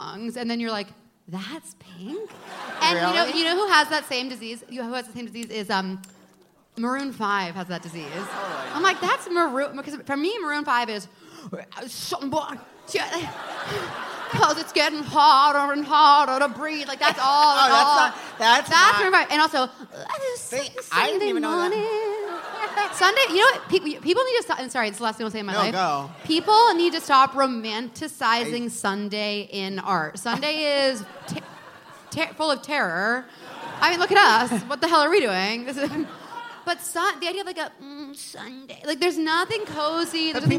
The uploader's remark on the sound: live on stage at The Bell House